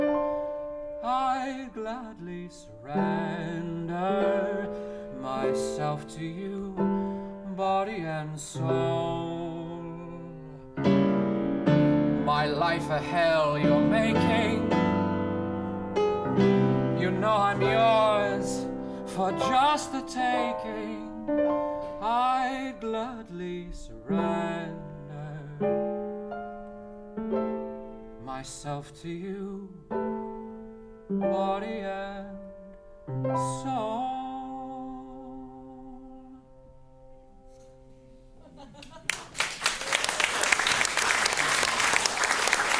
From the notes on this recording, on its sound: Recorded live, Sept 26, 2015